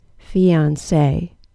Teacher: That was a long E, short O, then long A